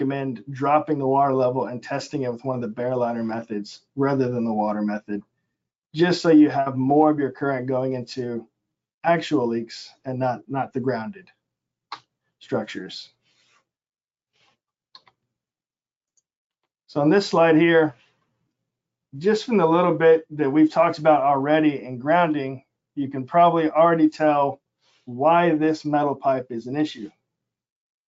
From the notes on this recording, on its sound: This is an audio version of the FGI webinar.